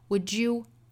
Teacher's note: 这个 would 是弱读了所以我们听到里面的元音呢应该是一个 schwa sound